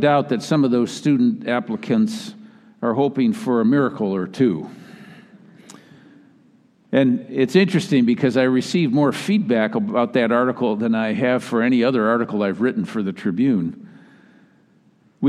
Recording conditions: large echoing room